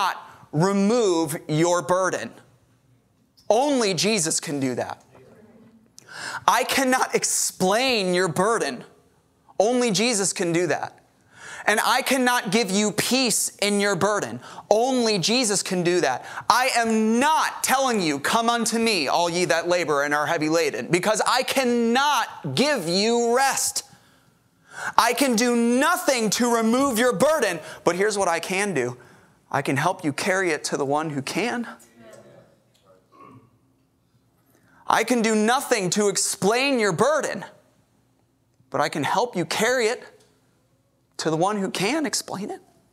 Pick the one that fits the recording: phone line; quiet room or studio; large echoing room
large echoing room